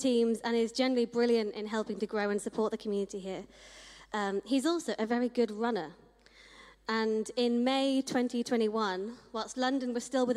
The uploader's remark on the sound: Streamed live at St Paul's Shadwell.